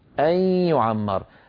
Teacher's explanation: نوزع الصوت بين الياء والغنة · Term: إدغام بغنة